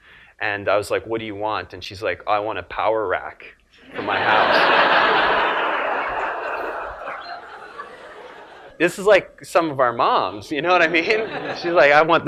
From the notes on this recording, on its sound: filmed live at the 2011 Perform Better Summit in Long Beach, California